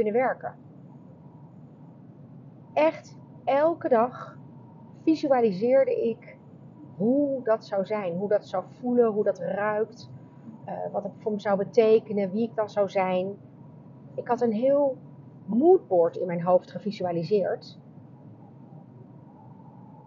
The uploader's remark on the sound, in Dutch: Opgenomen in de auto dus matige geluid!